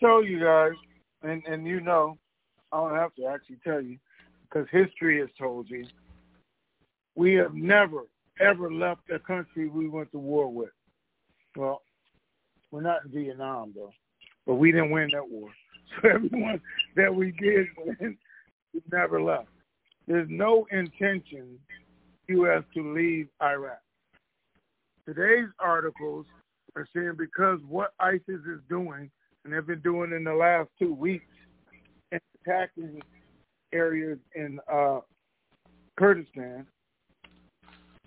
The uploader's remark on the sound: TNTSuperfantastic Conference Call.